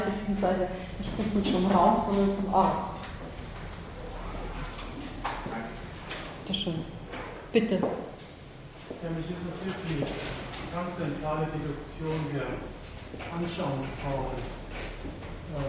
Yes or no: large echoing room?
yes